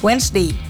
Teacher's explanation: Berarti D-nya gak dibaca banget